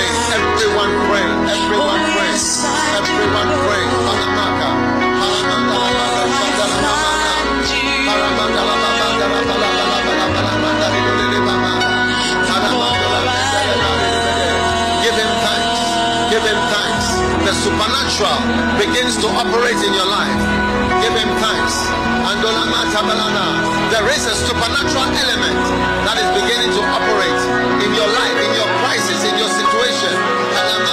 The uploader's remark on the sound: Preached at the FLOW Church Service.